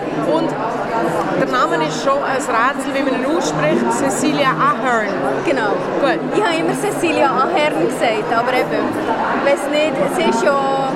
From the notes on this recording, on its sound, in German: Was ich mit einem Aufnahmegerät an der Frankfurter Buchmesse mache?